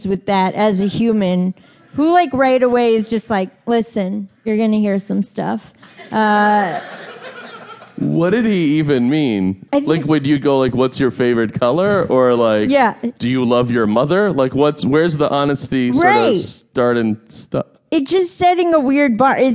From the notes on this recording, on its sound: A live audience at the Just for Laughs Festival in Montreal was privileged with a very special live version.